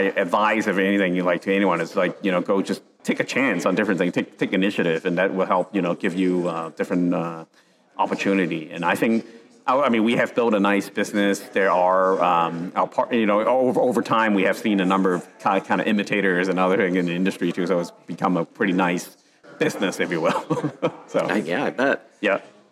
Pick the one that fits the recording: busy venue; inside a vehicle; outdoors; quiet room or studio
busy venue